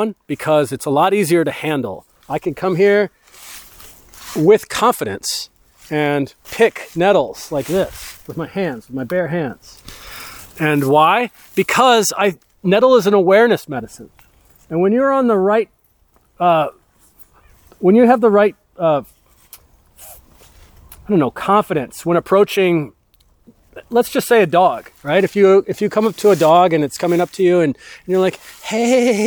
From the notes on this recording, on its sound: A haunted herb walk recorded on a full moon lunar eclipse in an old growth forest with a church clergy cemetery. Live to about 20 people on a chilly October the 28th just before sunset.